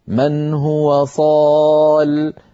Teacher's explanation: صالي نرى أن ليس في آخرها ياء، وأصلها صالي بوزن فاعل، فكتبت من غير ياء على نية الوصل، فإذا وقف حفص عليها مضطرا أو مختبرا قال من هو صال بغير ياء في آخرها